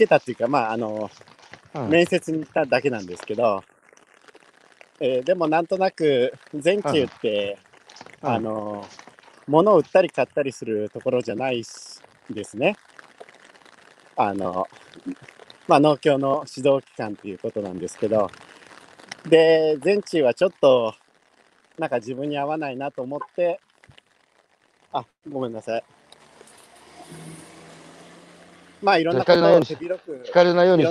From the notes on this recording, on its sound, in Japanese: 歩きながら1時間、対談する